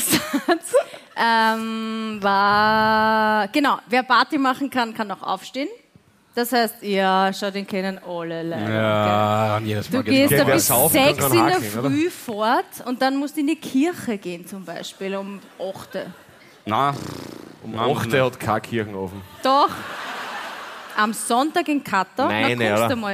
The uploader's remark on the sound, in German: LIVE - Klagenfurt